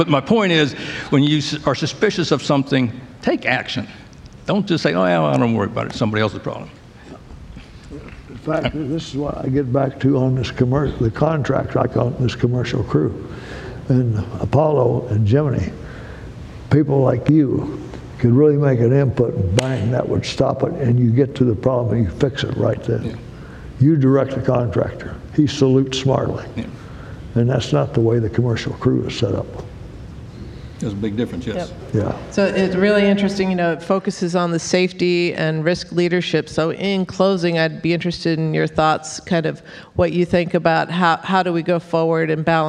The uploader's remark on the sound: In this recording of a live panel at the Johnson Space Center.